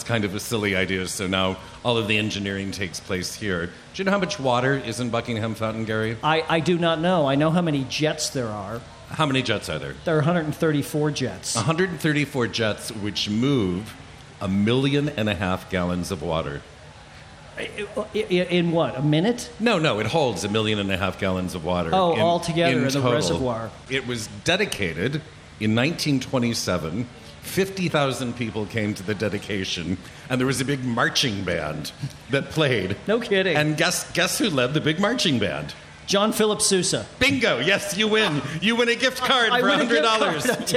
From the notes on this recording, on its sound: Recording live from the 2016 Taste of Chicago. Enjoy the elements and the sound of Buckingham Fountain.